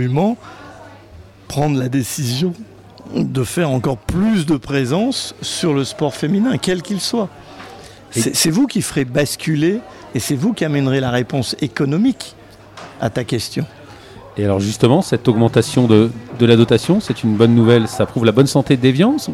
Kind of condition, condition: setting, busy venue